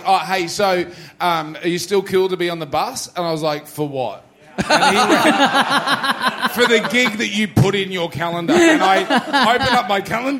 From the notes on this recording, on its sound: It's our first live show in six months at The Union Hotel in Heathcote, Victoria. The continuation of our long-running tech issues, and then a whole lot of chaos as people are falling off chairs and we slowly lose our minds on stage.